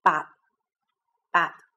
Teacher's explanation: 阻塞那个气流，但是不发音，不发“特”的音，不爆破